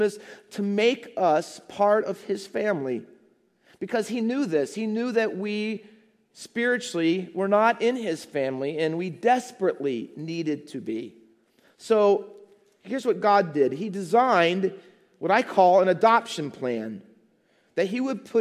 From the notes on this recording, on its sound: Faith Baptist Church in Hamilton, NJ.